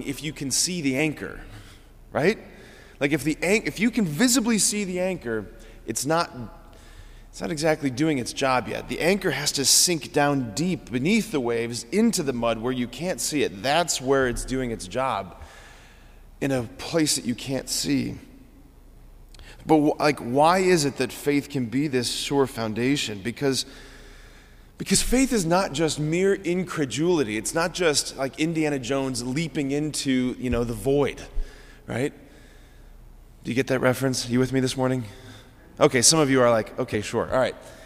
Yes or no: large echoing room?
yes